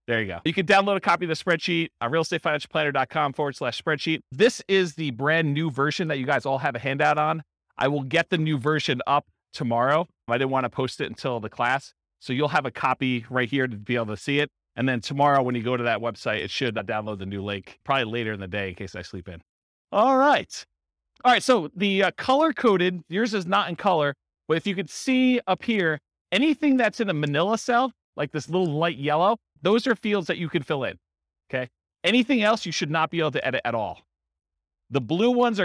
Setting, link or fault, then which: setting, live audience